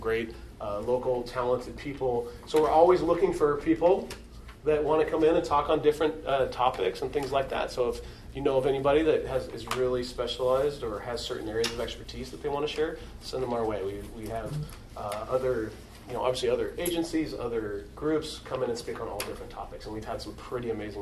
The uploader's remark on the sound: A fireside chat at the Digital Marketing Quarterly event presented by Webfor. I'm joined by fellow video professionals from the Portland, Oregon metro area.